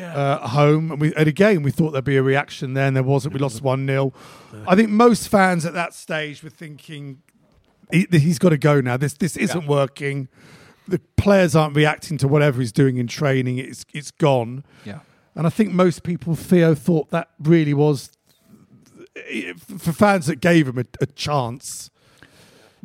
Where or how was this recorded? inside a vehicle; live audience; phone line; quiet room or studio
live audience